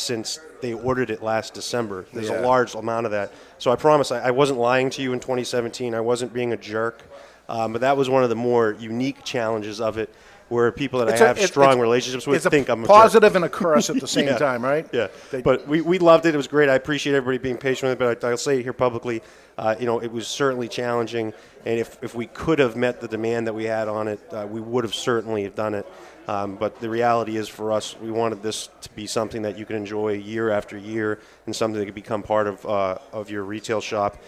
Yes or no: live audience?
yes